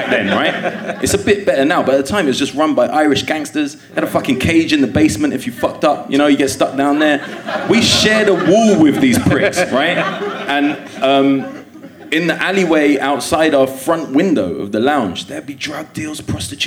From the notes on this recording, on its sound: Leicester Square Theatre Podcast. Interviews a member of his audience.